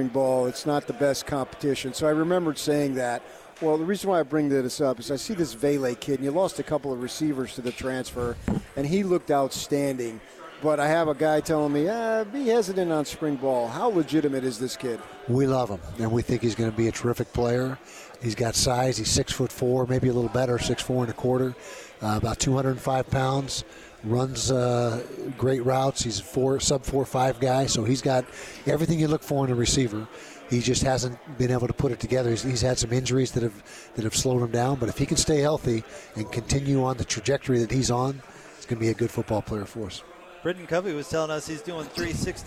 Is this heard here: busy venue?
yes